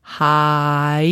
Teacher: We don't want our clients to say har. They need to have that second part of the diphthong in there. Higher. And I stretch the word out, make three distinct syllables of it so the child can hear each part and produce each part clearly.